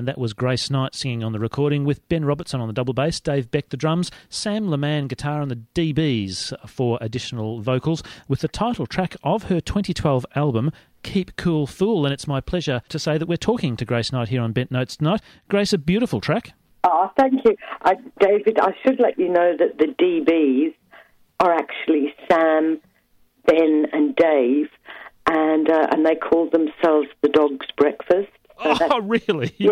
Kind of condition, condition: link, phone line